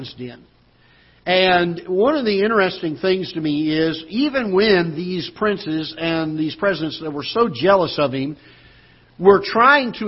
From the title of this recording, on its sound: Ketha Heights Baptist Church ~ Live Broadcast